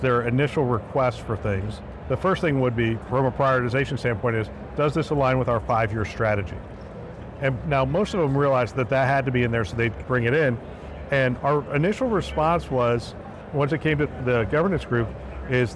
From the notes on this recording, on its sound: Interview in Action live from HIMSS 2023.